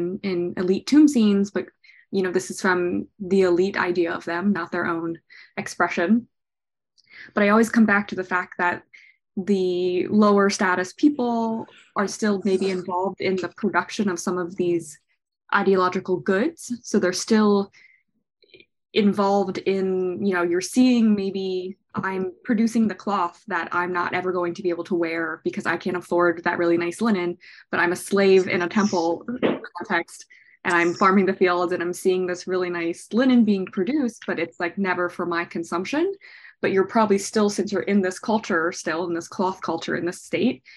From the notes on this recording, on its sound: This month's Patreon Q&A is a recording from our Live Zoom event on February 18th